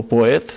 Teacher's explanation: какое-нибудь нынешнее произношение слова «поэт» с «о», где безударное «о» все-таки является «о», а не «а»